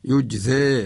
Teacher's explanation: يجزى هكذا بالإمالة إذا وقفنا عليها